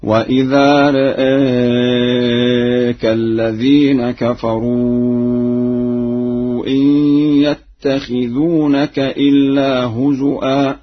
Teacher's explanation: قرأ ورش بتقليل الراء والهمزة في لفظ رآك وبالهمز في لفظ هزوا